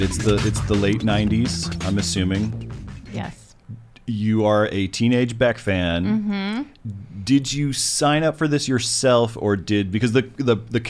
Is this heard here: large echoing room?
no